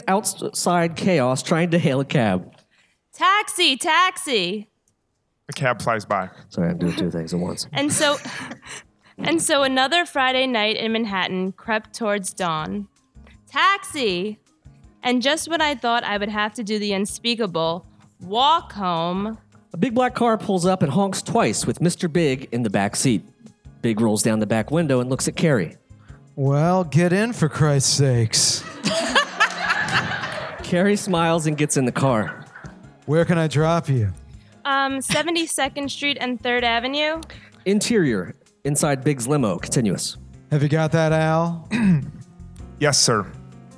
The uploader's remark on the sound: LIVE from the Bell House in Brooklyn, NY. Our very first LIVE episode from our LIVE show.